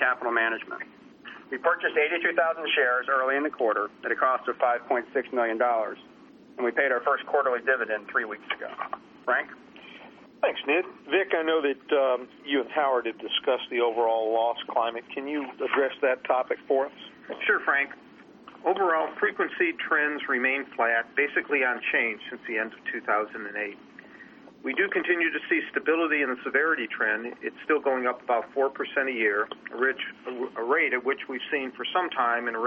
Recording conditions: phone line